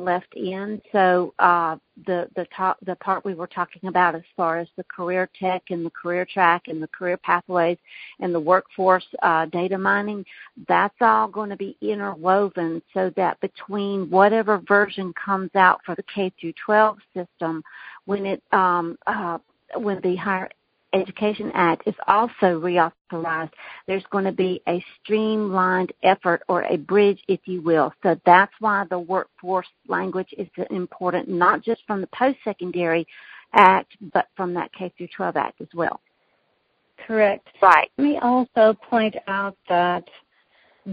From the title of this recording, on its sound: Women On The Wall Conference Call